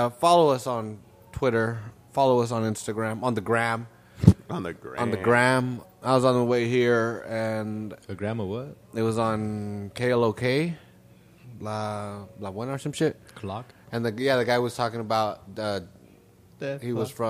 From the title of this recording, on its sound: at the Street Low Magazine Car Show